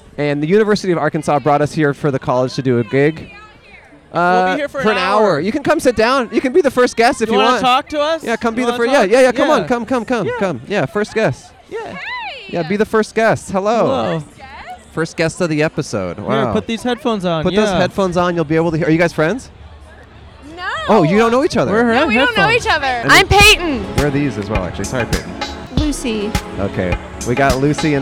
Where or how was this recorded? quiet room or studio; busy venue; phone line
busy venue